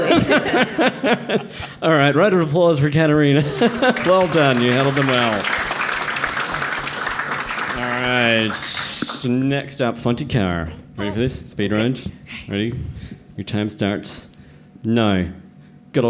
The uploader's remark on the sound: Live from the Django Bar. In Situ Science returned to the Django Bar to celebrate National Science Week and the Sydney Science Festival.